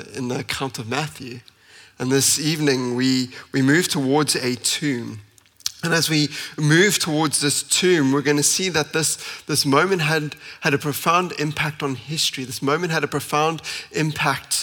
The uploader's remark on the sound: at Common Ground Church Rondebosch on the 9th of April 2023.